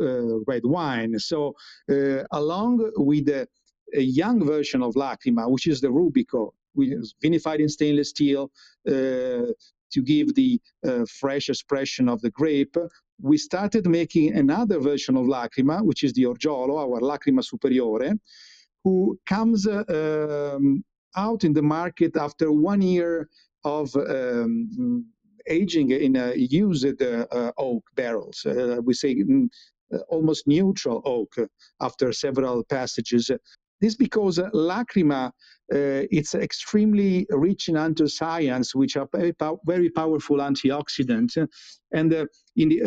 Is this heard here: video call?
yes